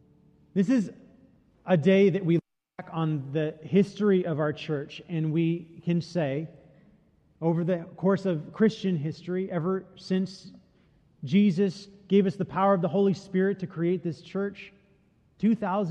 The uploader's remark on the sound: Delivered during the the Gathering Worship service.